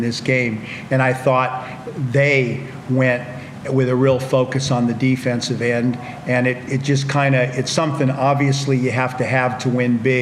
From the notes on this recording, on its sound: Round 18 in the NBL match between the Illawarra Hawks and the Adelaide 36ers in Illawarra New South Wales (NSW). Post Match Press Conference.